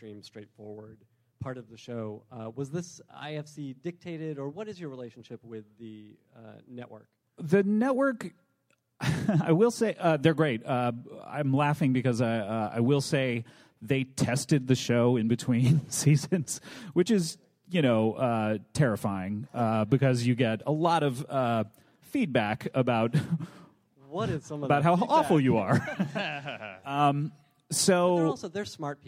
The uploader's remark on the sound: From ATX Television Festival. Recorded at the Alamo Drafthouse in Austin, TX, on June 8, 2013.